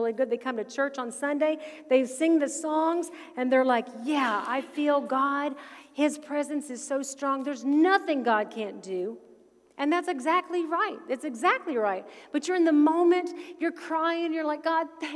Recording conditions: large echoing room